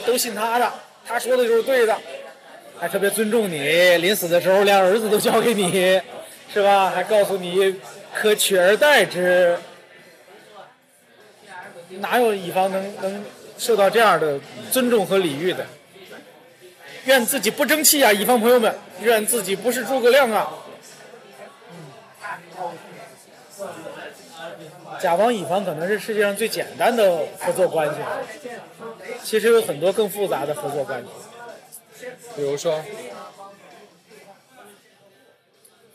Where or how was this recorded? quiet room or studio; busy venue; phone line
busy venue